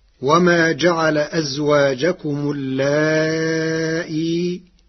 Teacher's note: قرأ ورش كلمة اللائي بتسهيل الهمزة بين مع المد والقصر في حالة الوصل مع حذف الياء، وله في حالة الوقف 3 أوجه: تسهيل الهمزة بروم مع المد والقصر، وإبدالها ياء ساكنة مع المد فقط، كل ذلك على حذف الياء.